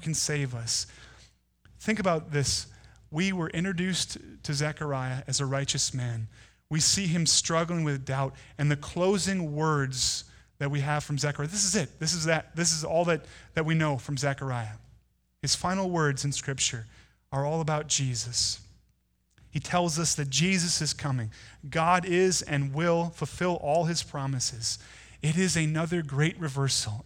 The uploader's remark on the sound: Delivered on Sunday, December 1, 2019 at Woodridge Community Church (New Berlin, WI).